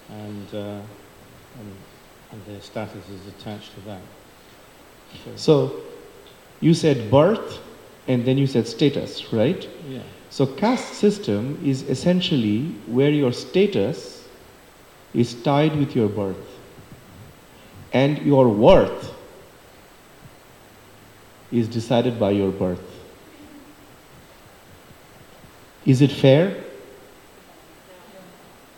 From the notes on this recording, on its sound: For the Sunday Feast Lecture given on February 25, 2024 at the Hare Krishna Temple in Alachua, Florida. For the Sunday Feast Lecture given on February 25, 2024 at the Hare Krishna Temple in Alachua, Florida.